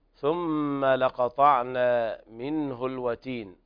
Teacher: ثم حرف غنة مشدد تغني الميم بمقدار حركتين. لقطعنا منه، أيضا الألف تمد مقدار حركتين.